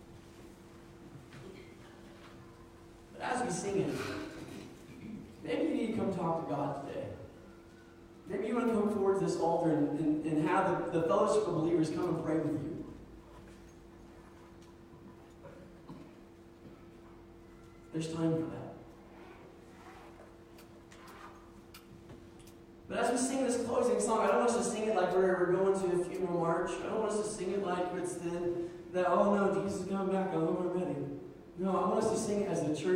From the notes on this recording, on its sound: Sermon was preached December 1, 2019 at Meadville Church of the Nazarene